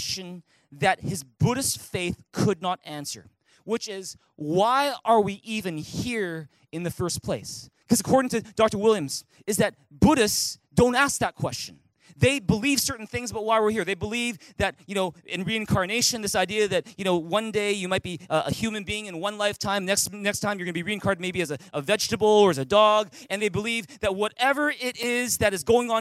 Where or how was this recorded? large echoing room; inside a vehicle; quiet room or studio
large echoing room